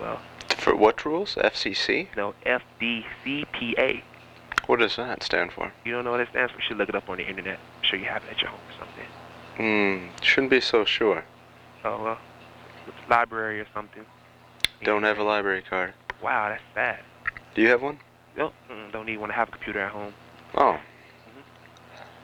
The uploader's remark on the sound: RBCP's Personal Prank Phone Calls Collection